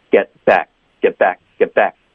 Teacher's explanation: 这两个词都会省略结尾的辅音，导致一个停顿。